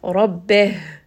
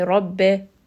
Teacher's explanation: So it's going to be closer from the chest and it's going to be a breathy or kind of like a sigh · Shown in: first take · So we do want to make sure that we give it some air. · Term: hams